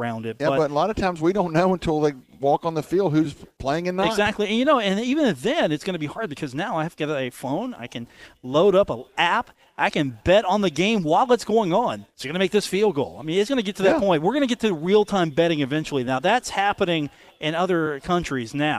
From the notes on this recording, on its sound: Broadcast live from The Union Pub and Grill in Huntington. The dog that's hanging out at The Union.